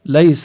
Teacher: كلمة ليس عنا الياء الساكنة ما قبلها مفتوح عنا مد اللين ويمد حركتين